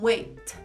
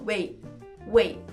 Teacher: A gente fala interrompendo, então vai ficar wait way. Então sempre sai um arzinho, uma força que você faz lá no final · Shown in: second take